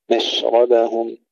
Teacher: الشين الساكنة ثم الباء مرققة، مشربهم. كلوا واشربوا، أيضا مرقق الباء، واشربوا.